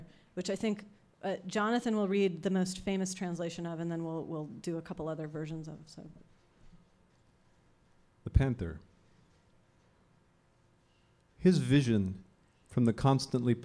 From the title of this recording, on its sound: On Stage at Housing Works Bookstore Cafe